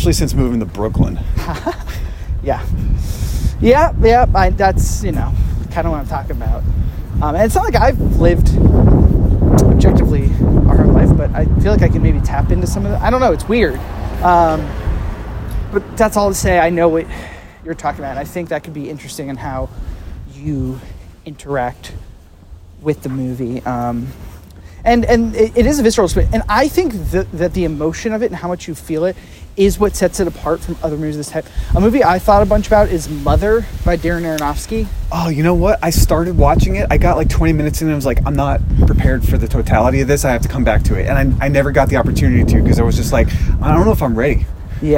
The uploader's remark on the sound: Audio quality sinks to an all new low as it was a busy and and windy day in the streets of Greenpoint and we recorded on our iPhones and I barely slapped a noise gate on this sucker.